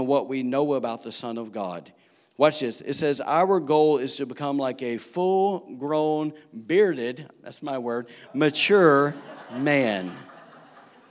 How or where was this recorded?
large echoing room